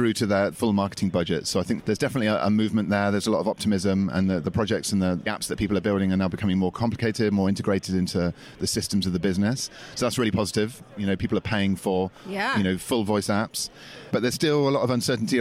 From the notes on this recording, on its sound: live from Project Voice